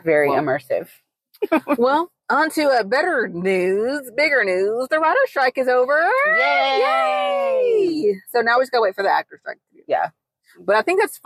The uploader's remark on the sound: joining us in the car this week